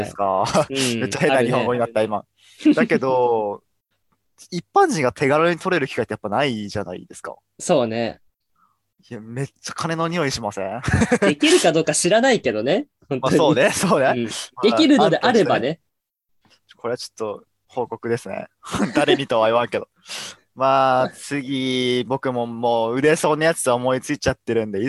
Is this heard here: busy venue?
no